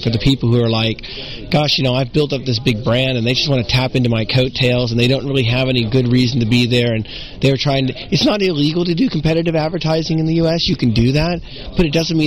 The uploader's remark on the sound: LIVE from SES New York